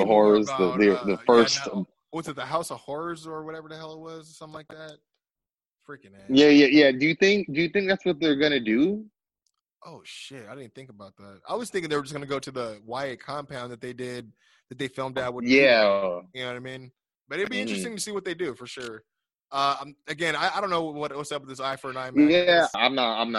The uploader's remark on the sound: via Zoom